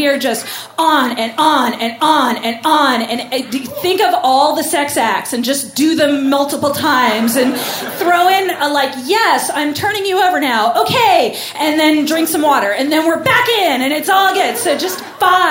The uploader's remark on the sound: Live From St. Louis!